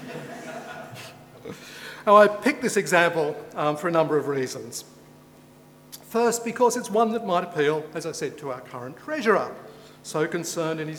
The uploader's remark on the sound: A Sydney Ideas event on 25 March 2014